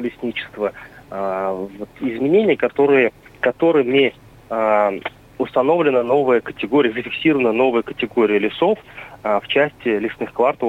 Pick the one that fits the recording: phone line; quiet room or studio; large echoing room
phone line